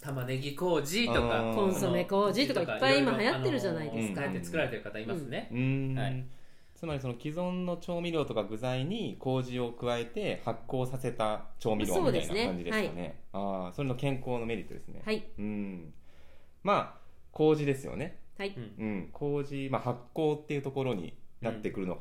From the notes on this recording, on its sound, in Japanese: 今回マイクの設定がまずく、音が小さくなってしまいました。